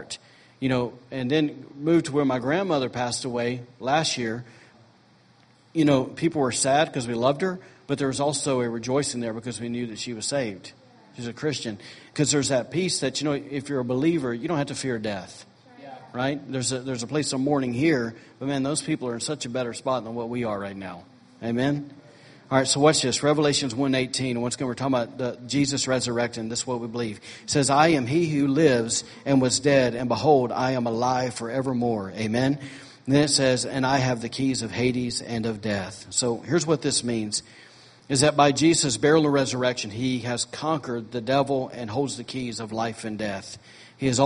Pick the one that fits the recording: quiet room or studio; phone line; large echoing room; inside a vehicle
large echoing room